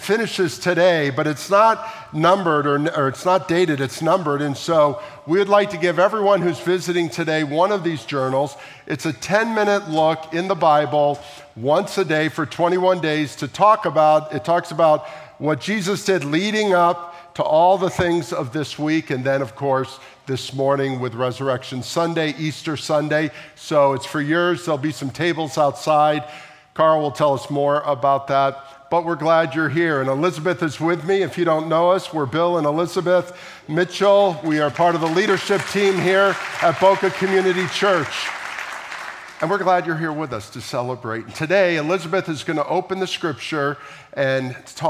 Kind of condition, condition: setting, large echoing room